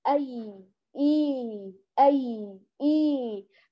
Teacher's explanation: أقول لكم نعم يوجد فرق، الآن حبيباتي لو قرأنا أي لاحظ الفرق، أي والثانية أي الأولى أي قبلها الهمز مفتوح، إي قبلها همز مكسور